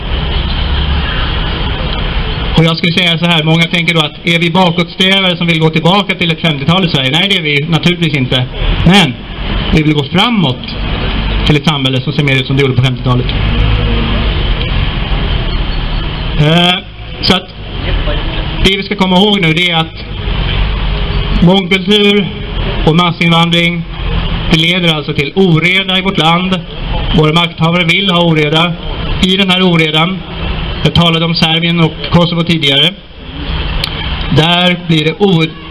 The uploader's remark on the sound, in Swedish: 3 november 2019 på Raoul Wallenbergs torg